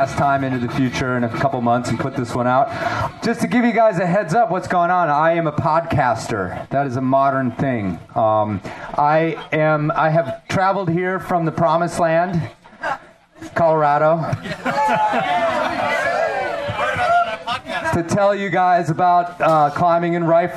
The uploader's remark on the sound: We present a LIVE show from the New River Gorge Craggin’ Classic. In the American Alpine Club campground above the New River Gorge. In front of a raucous crowd.